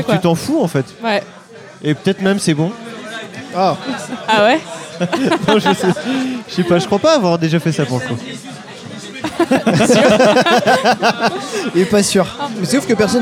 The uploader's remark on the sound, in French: épisode enregistré au 3 pièces cuisine (Paris 17e)